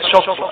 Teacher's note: الشين مفتوحة مرققة، الطاء ساكنة مفخمة